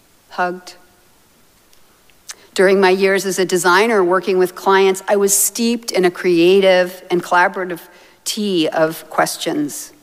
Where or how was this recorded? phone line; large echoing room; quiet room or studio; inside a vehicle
large echoing room